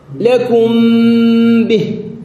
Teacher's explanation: مذهبان أولا ما عليه جمهور أهل الأداء أي علماء التجويد هو انطباق الشفتين للميم اطباق تام بحت لكم به وإظهار غنتها ثم النطق بالباء بعدها · Term: الإخفاء الشفوي